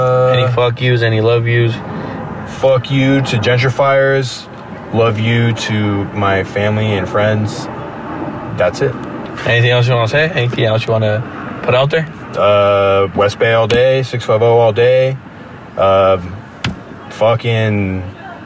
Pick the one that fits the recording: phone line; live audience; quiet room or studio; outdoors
outdoors